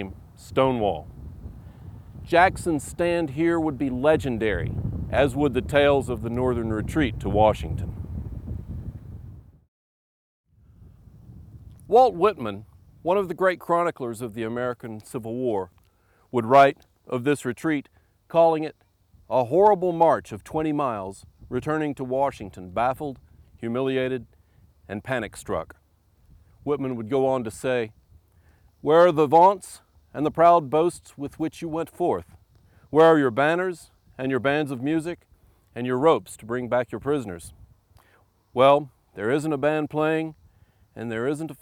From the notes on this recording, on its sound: Recorded at Manassas National Battlefield, August 8, 2011.